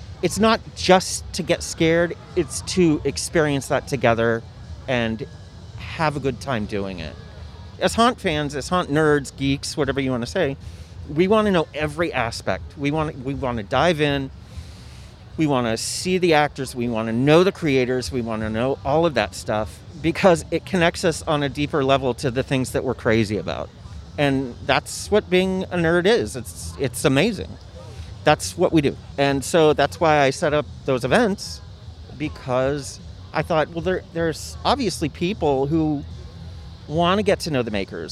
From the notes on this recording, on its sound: I’m playing you sounds of Halloween from all over the country. This is more like a Halloween mix tape featuring recordings from shows and walkthroughs. Magic and Mirth at the Birdcage Theatre. Castle Dark Opening Ceremony. Oogie Boogie Bash. Los Angeles Haunted Hayride.